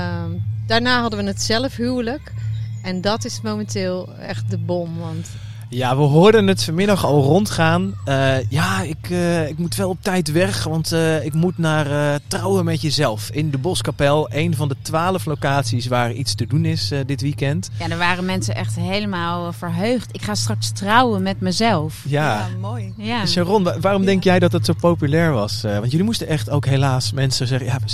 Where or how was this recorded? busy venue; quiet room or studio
busy venue